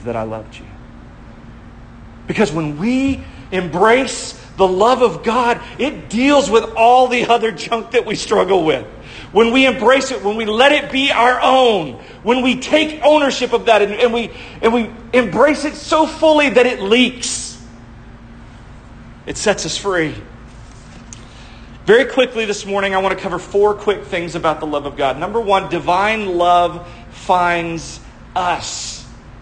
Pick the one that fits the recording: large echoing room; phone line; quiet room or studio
large echoing room